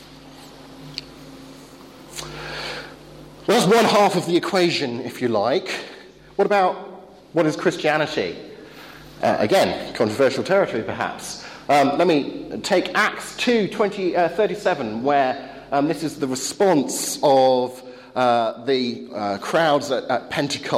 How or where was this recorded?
live audience